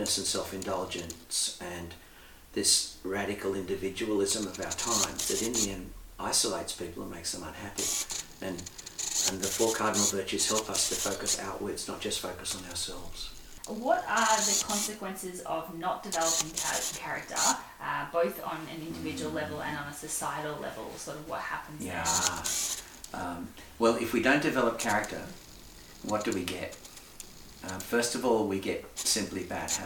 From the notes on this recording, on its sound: Please bear with us as we had some technical difficulties in recording this episode, and so the audio during the interview isn't the best.